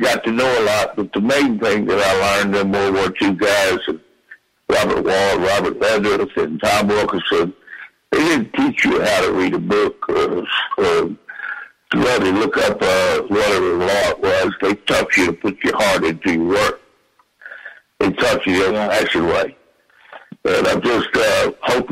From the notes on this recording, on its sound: Open Mic Show with callers